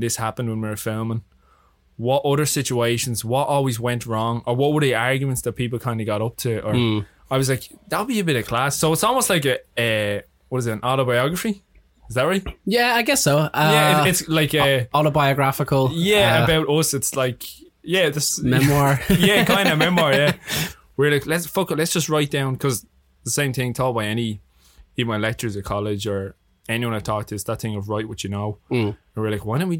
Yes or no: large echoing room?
no